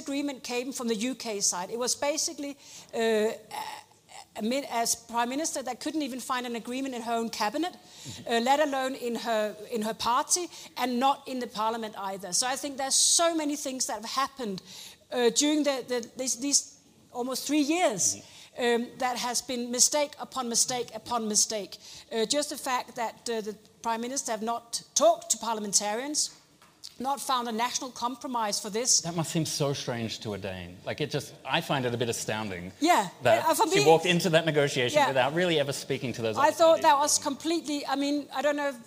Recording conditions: live audience